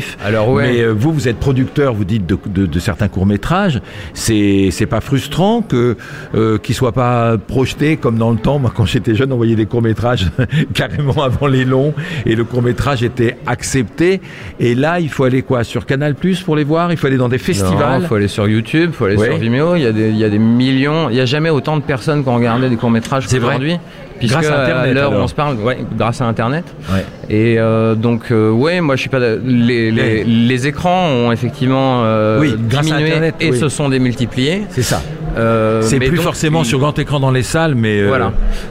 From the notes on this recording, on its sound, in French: Émission spéciale Fête du Court Métrage en direct du Carreau du Temple à Paris. Réaliser en direct durant 3 jours un court métrage sur les lieux même de la fête !